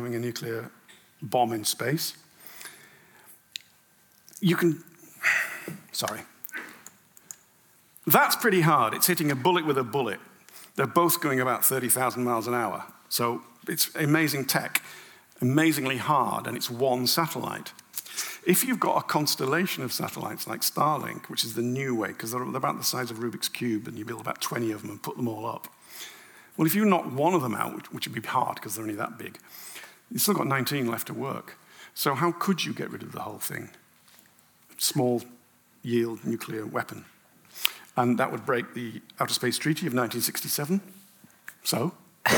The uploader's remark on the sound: An Intelligence Squared live event. At London’s Conway Hall. It was a packed house.